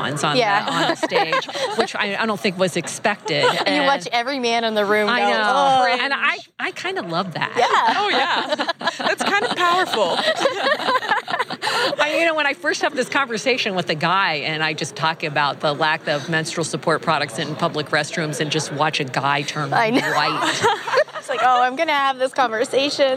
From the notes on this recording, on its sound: The 3Pillar team interviews many of the speakers and attendees at Industry Summit 2017, a product- focused conference that features talks from a wide range of product leaders and tech visionaries.